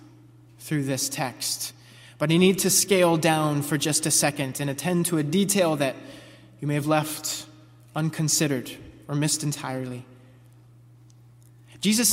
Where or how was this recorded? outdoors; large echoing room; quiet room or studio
large echoing room